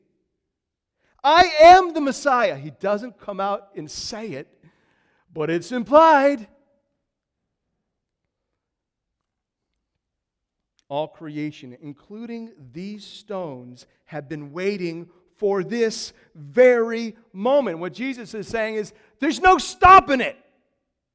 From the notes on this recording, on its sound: These are the 4 sermons preached during Passion Week 2015 at Christ The King Church in Kenosha, WI.